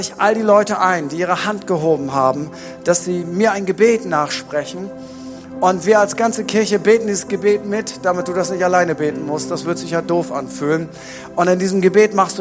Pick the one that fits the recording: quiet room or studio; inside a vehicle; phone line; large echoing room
large echoing room